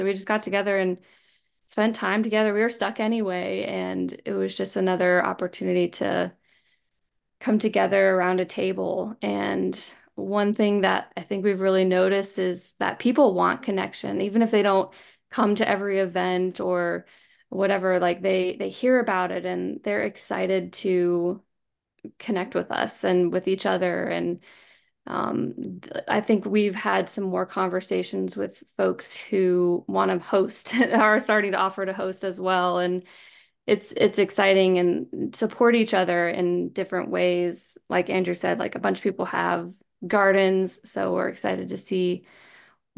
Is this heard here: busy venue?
no